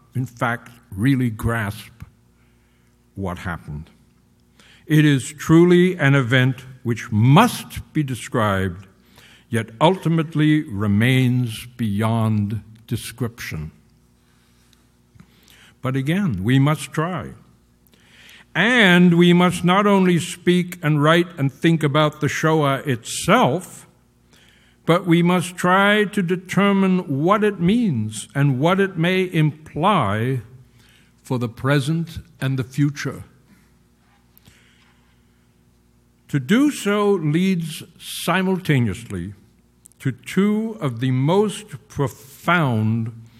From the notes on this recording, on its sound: Rhoda Friedreichs Memorial Lecture.